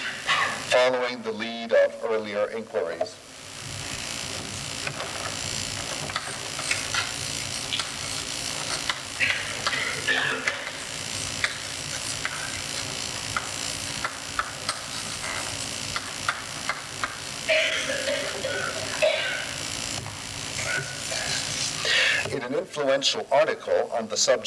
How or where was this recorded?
large echoing room